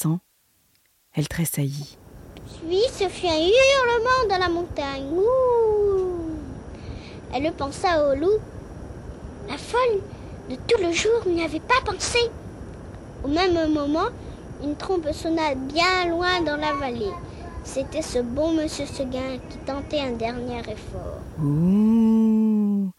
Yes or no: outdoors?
yes